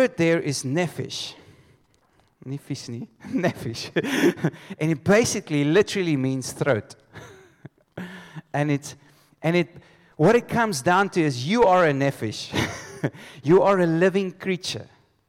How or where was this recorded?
live audience